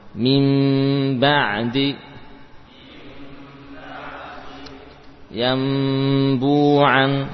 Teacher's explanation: Jadi min ba'di dibaca oleh Arab dengan qalb mengganti nun dengan mim dan memberikan gunnah yang sempurna